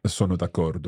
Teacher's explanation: when you hear it in Italian, you can hear that little bounce, that little pause. · Term: double letters